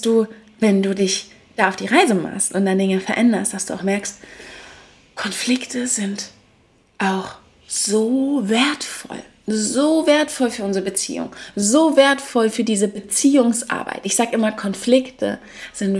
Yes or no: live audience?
no